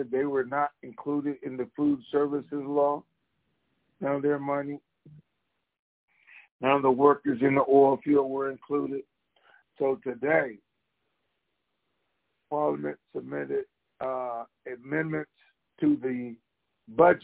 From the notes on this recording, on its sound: TNTSuperfantastic Conference Call